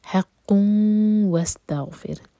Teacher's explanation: دومہ کی تنوین کے بعد واو تو ادغام غنہ کے ساتھ. وَاسْتَغْفِرْ، را ساکن باریک.